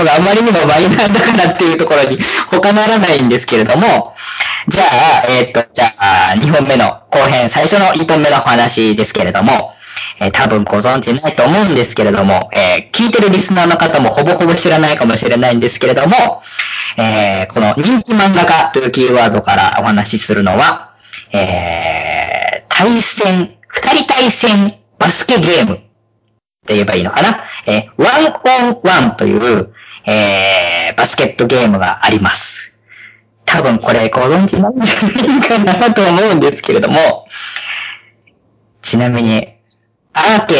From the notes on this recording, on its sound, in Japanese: 今回は、回線の都合上、かなり音質が悪いですが、予めご了承ください。